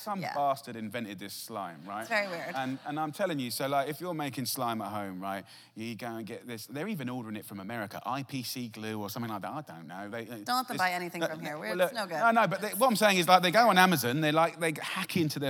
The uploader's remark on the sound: recorded on January 8, 2019 in front of a live audience at New York's 92nd Street Y